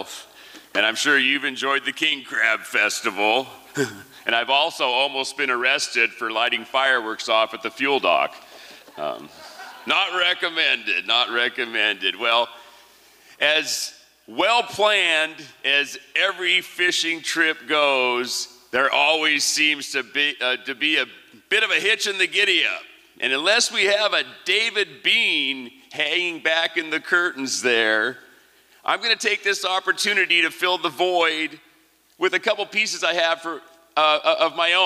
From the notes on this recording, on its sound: 2023 FPG-Liberty Theatre-Saturday Night-First Set. These performances were recorded at the Liberty Theatre on Saturday, February 25th, 2023.